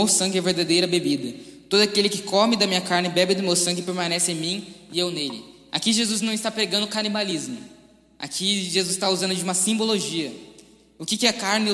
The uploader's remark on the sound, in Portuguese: Mensagem ministrada ao vivo em 07/11/2020. Igreja Presbiteriana Chácara Primavera.